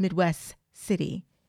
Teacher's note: he pronounced the final T in Midwest. Nobody says the T. It's Midwest City.